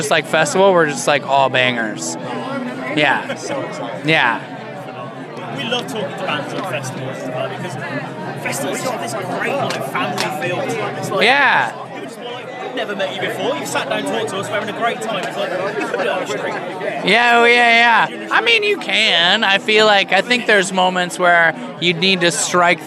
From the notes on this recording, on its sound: From our 'Live from 2000 Trees 2023' series.